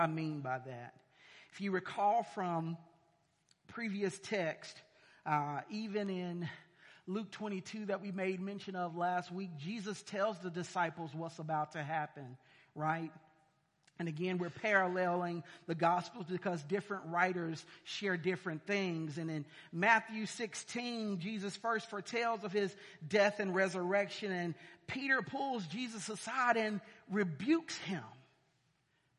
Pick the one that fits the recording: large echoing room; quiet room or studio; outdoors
large echoing room